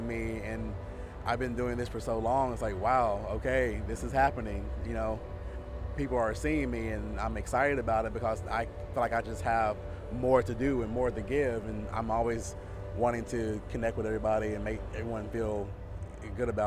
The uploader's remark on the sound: We are recording at KC Fashion Week